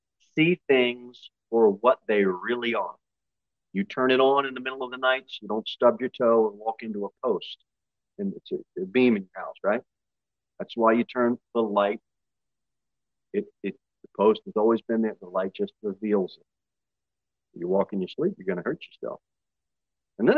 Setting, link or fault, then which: setting, large echoing room